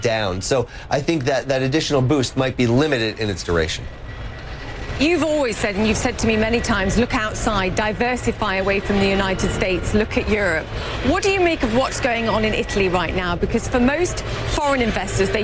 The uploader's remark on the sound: live from the New York Stock Exchange